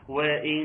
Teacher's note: النون الأولانية دخلت في النون الثانية وأصبحت بغنة · Term: الإدغام بالغنة